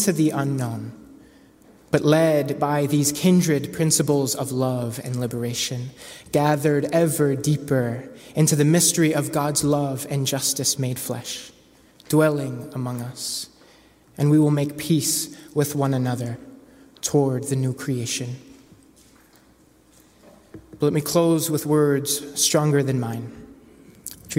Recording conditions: large echoing room